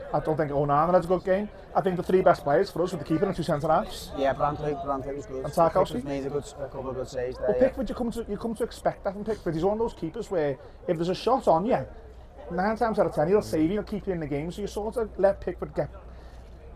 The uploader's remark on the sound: live from Goodison Park